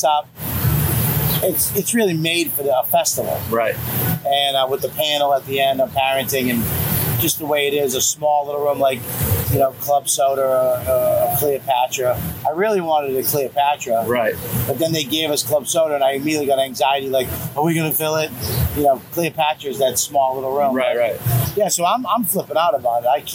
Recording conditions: busy venue